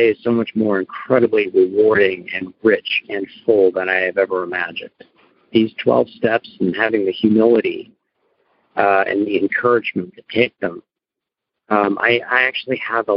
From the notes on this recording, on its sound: Noon Phone Speaker Meeting